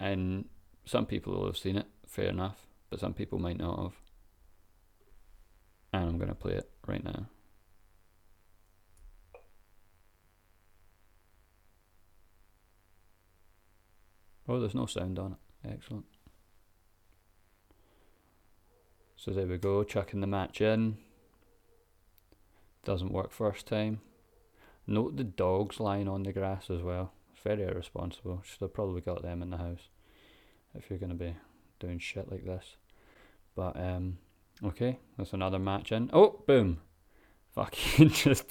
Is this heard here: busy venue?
no